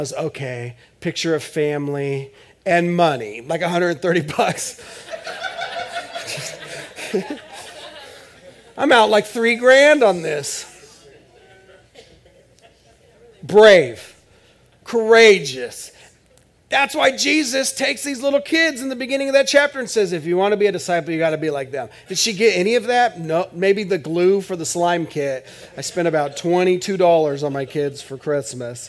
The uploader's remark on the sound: This is audio ripped from the Live Service video.